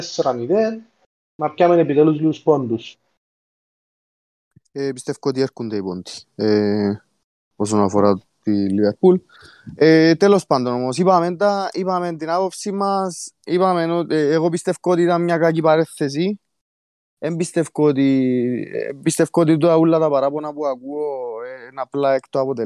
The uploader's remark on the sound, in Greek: Live συζήτηση στο discord του FPL Cyprus.